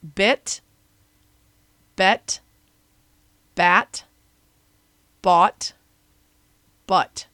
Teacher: And pay attention to where in your mouth that vowel sound happens to figure out how this works, because the vowel sound moves from the front to the back of your mouth with each word